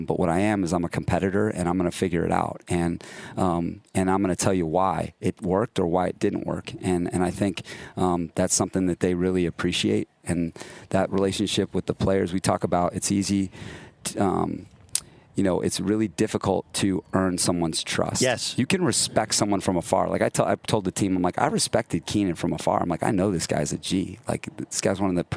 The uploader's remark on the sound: LIVE from the LA Chargers Training Camp! Live from Costa Mesa, California!